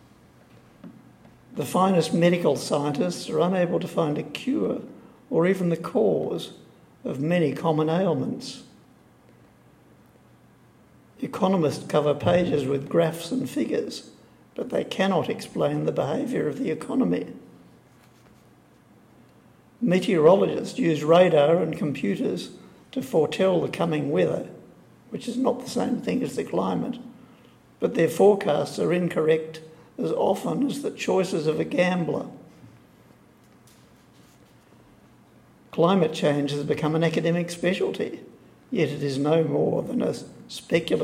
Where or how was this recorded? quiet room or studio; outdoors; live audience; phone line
live audience